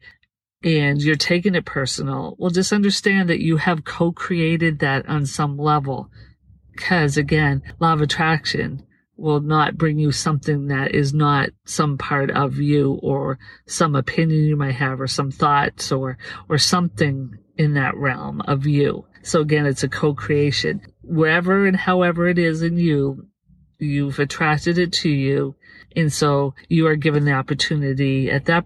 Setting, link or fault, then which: setting, inside a vehicle